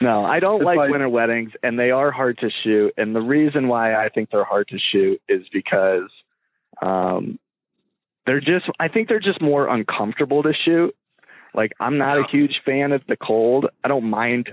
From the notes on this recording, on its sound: link up via phone